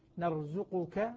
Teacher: ولا يدغم القاف في الكاف لعدم وجود الميم بعد الكاف